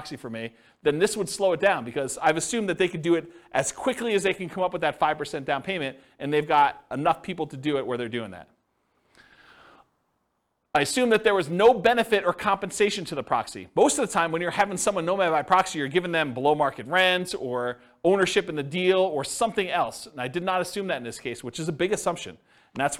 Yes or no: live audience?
yes